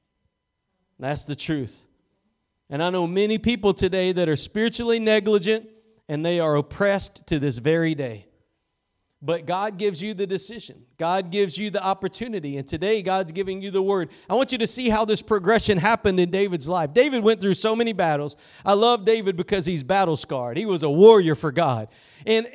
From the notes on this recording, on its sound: Preached at Gospel Lighthouse in Bossier City, La.